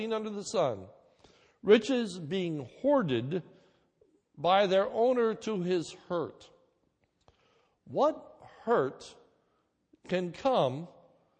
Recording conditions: large echoing room